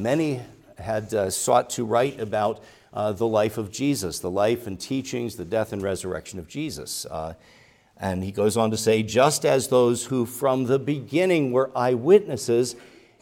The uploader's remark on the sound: preached at Grace Orthodox Presbyterian Church in Sewickley, PA, during the morning Worship Service on Sunday, December 10, 2023.